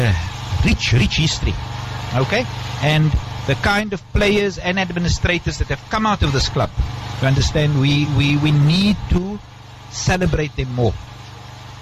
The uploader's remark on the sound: ROSMEAD SPORTS FIELD OUTSIDE BROADCAST. Voice of the Cape Live Broadcast. Covering the T20 Cricket at Rosmead Sports Field.